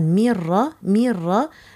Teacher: طبعا ميرا ميرا ليس هناك غنة، هذا إدغام كامل